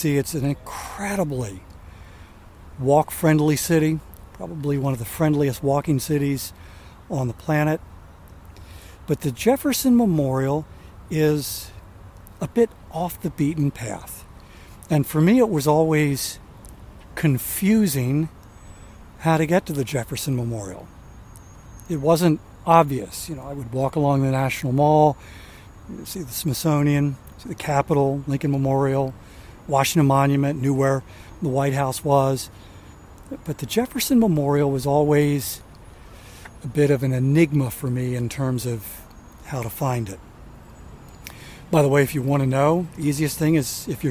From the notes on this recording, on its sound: On the final day of his week-long walking tour of Washington DC. Takes a ten-minute walk along The Tidal Basin.